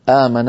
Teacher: أنت في بداية التلاوة قلت آمن الرسول فقصرت البدل آمن، هذا مد بدل قصرتي، وفي آخر التلاوة قلت أنت مولانا، مولا بوزن مفعل، فالألف هذه لا تقلل إلا مع توسط البدل أو طوله، أنت قصرت البدل وقللتي.